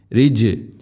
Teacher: ജീമിനെ ഖൽഖല ചെയ്യണം, ശരിക്കും അത് കേൾക്കണം